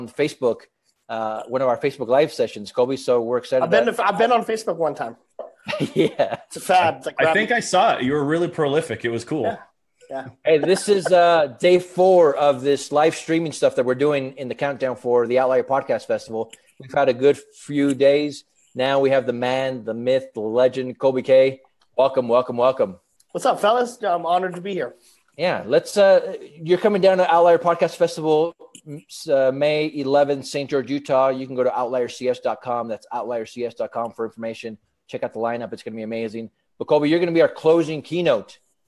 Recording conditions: video call